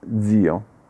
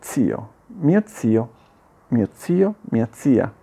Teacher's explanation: spesso la pronuncio con la zeta sonora, sbagliando però · Shown in: first take · Spesso dico zio, invece è zio, mio zio, mio zio, mia zia.